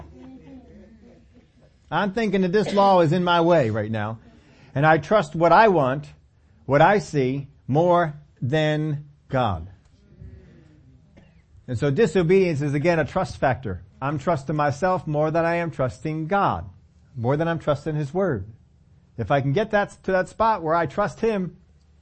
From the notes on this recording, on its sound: we take them on in this Sunday service